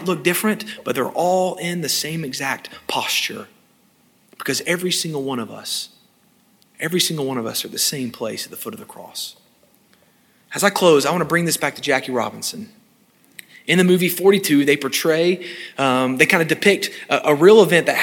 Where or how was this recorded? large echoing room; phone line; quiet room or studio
large echoing room